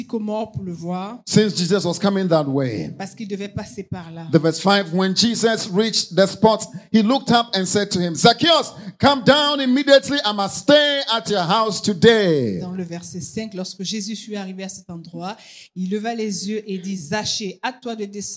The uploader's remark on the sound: Preached during Joyful Hour at FCI Ministries, Rabat, Morocco.